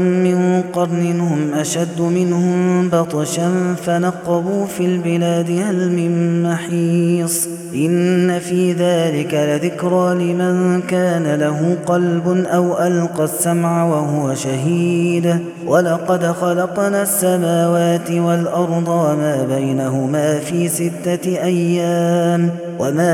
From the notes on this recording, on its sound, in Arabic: هذا التسجيل من صلاة التراويح